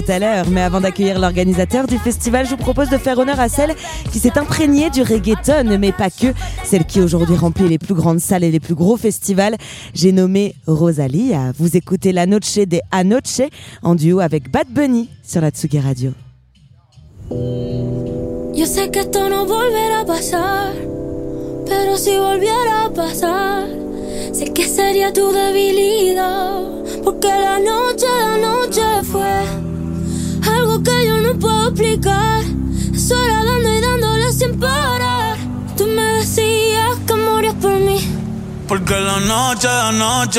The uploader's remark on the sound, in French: En direct du TPA festival. Au micro de Tsugi Radio.